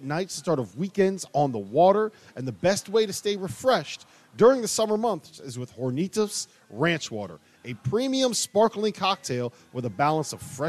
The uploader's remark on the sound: LIVE from NRG Stadium